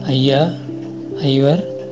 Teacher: சொல்லினுடைய முதல்ல ஐயா ஐவர் அப்படிங்கிற ஒரு இடத்துல ஒன்றரை மாத்திரை · Term: ஐகார குறுக்கம்